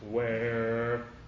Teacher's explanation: when we sing the where, though, coming up in the next measure, got to get rid of the R.